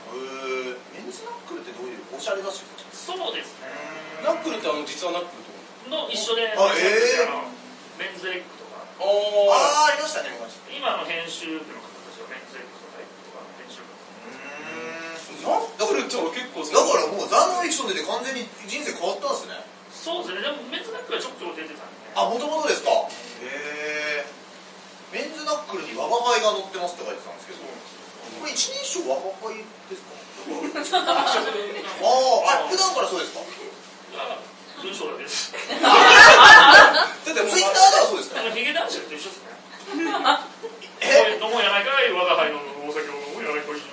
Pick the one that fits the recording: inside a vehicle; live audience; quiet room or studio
live audience